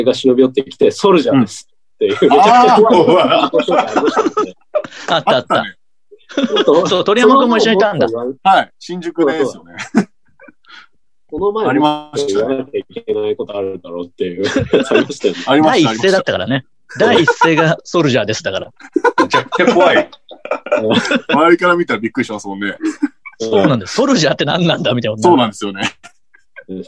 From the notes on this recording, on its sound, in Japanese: リモートコラボ回。